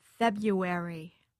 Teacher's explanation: most people do not pronounce the first R. Most people say February.